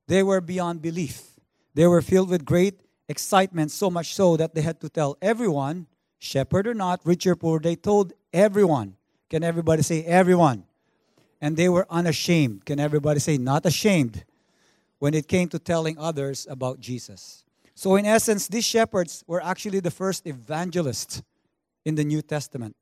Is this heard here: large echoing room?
yes